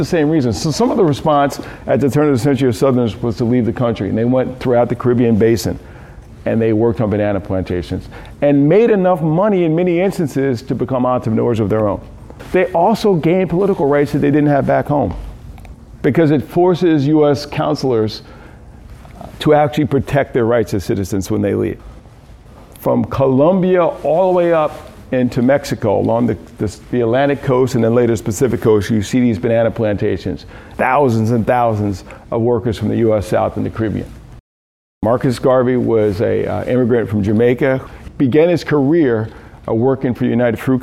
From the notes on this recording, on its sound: excerpt from a Key Note delivered at a Food Justice Symposium, March 30, 2019, Phillips Academy Andover, Massachusetts